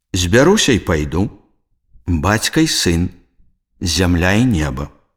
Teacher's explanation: Злучнік і часціца «і» пасля слова на галосны пры адсутнасці працяглай паўзы вымаўляецца як нескладовы «й».